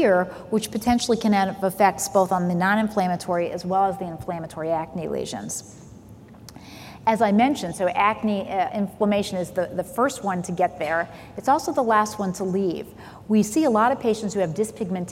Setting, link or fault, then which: setting, large echoing room